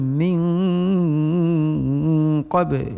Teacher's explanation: Bacakan dengung pada nun mati bertemu dengan qaf pada kalimah min qablihim, min qabl, dengan ukurannya dengung 3 alif 6 harakat ikhfa, dan qab dengan qalqalah.